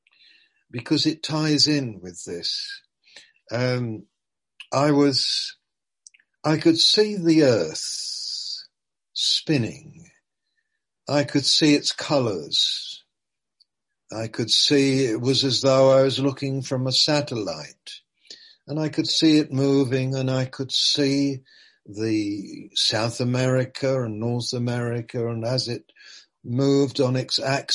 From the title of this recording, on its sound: Malaysia Meets (Zoom)